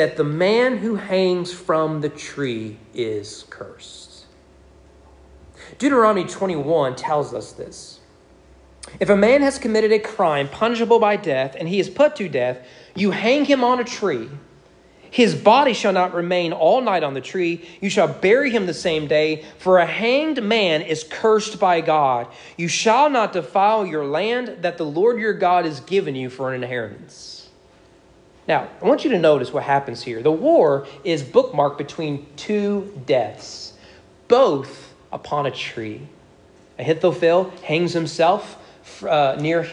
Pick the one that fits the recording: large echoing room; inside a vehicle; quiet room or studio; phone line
large echoing room